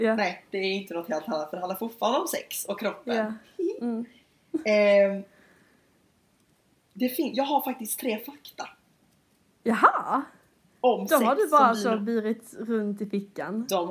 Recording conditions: poor microphone